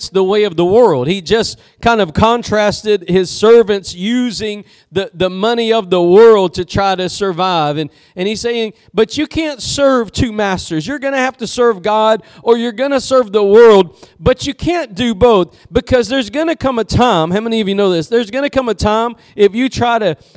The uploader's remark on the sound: Preached at Gospel Lighthouse in Bossier City, La.